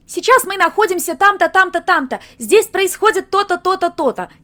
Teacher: По-пионерски это значит очень звонко и немного выше, чем нужно для того, чтобы люди воспринимали вас всерьез.